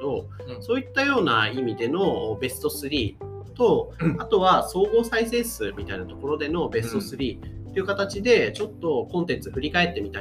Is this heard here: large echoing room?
no